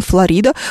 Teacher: В русском языке ударение почему-то в слове «Флорида» переползло на букву «и»